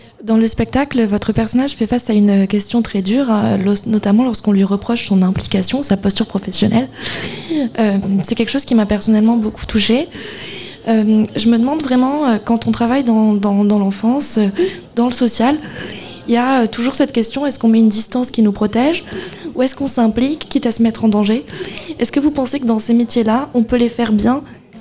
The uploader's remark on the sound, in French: Radio Alpa était en direct des Quinconces & l’Espal pour le temps fort des Inspirantes